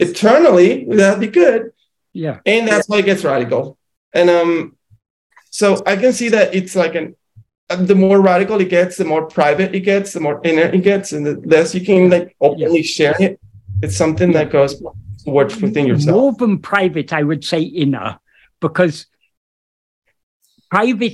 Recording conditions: video call